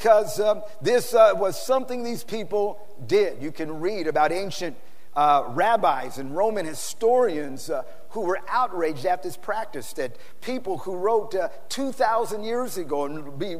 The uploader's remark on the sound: PREACHED IN SAN ANTONIO TX 3-21-2010